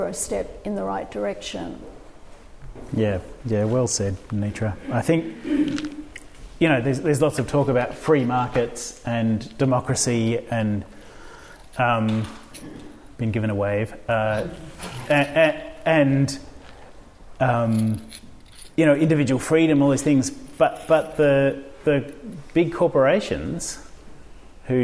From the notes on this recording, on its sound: This episode shares audio from a panel discussion that was part of the original exhibition and social experiment.